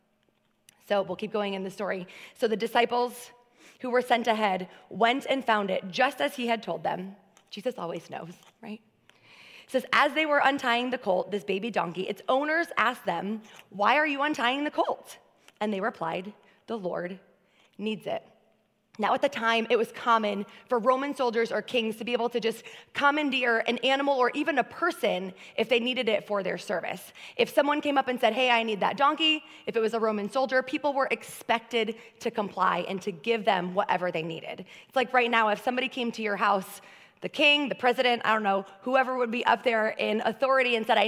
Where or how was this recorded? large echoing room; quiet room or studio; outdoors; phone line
large echoing room